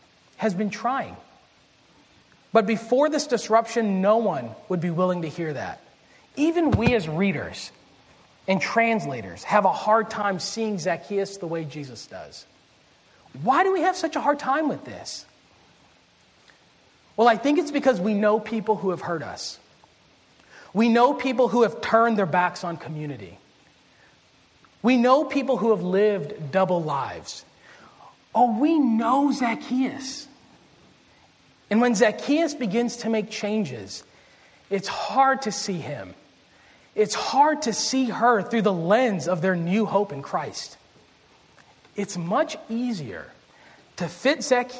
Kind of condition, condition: setting, large echoing room